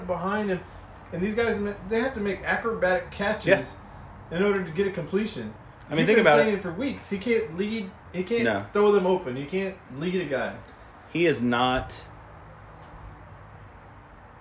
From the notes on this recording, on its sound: Nose wheezing is back again. Apologize and will work on another microphone.